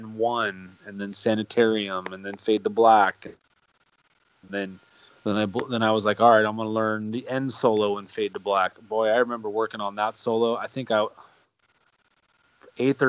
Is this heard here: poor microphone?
yes